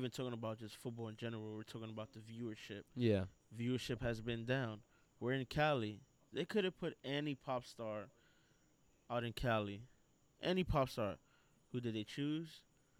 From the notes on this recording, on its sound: Recorded live outside